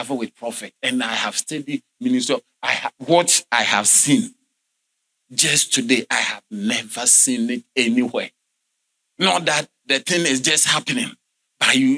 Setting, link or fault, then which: setting, large echoing room